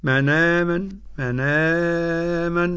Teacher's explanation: من آمن قرأ ورش بالنقل، نقل مع البدن